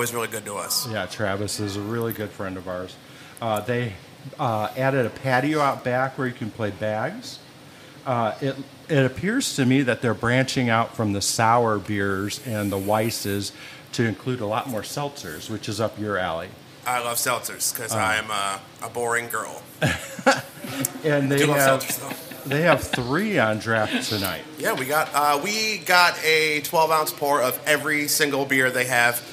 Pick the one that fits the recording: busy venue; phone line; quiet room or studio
busy venue